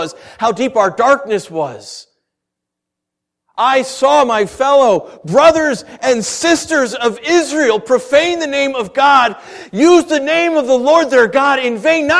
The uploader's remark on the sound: Originally preached December 21st & 22nd 2013 at The Orchard Church. Originally preached December 21st & 22nd 2013 at The Orchard Church.